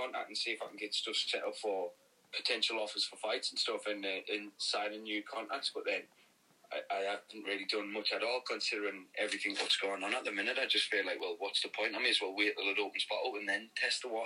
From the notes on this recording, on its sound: over the phone